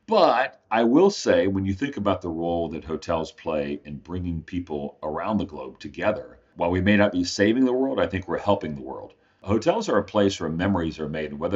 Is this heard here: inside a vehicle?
no